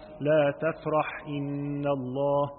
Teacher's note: ذكر الحاء وهو حرف مهموس فإذا التقى بشيء من حروف الحلق ساكنا كان أو متحركا لخص وبين